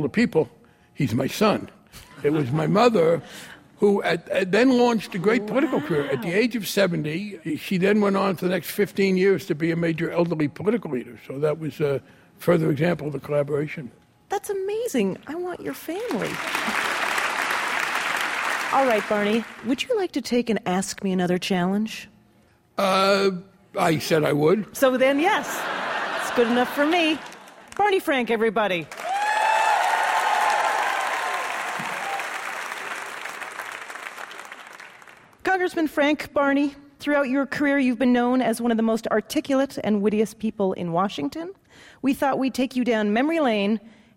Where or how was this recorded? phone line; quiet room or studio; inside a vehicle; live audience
live audience